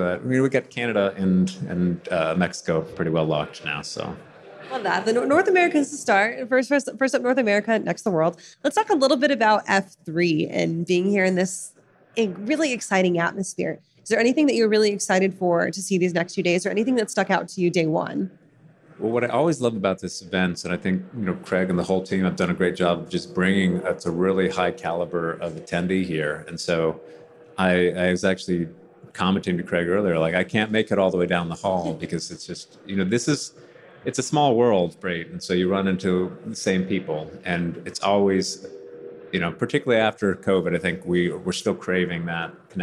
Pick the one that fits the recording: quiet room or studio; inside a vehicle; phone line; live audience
live audience